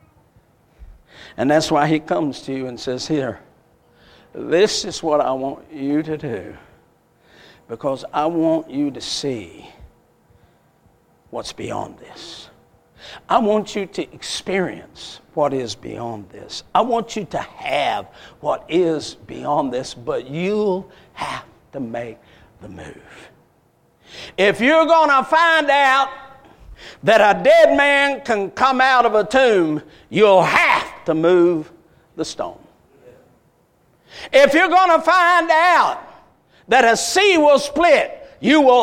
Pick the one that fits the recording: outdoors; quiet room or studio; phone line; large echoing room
large echoing room